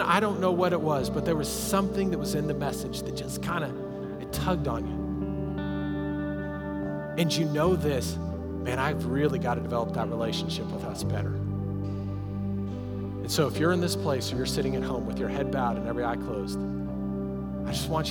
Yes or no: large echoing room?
yes